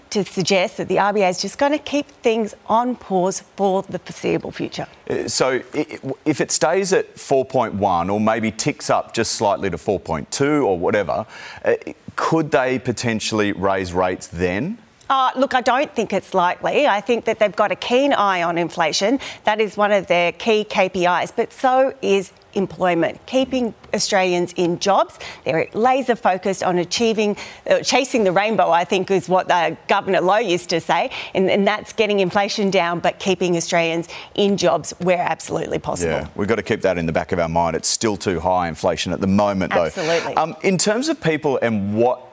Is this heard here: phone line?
no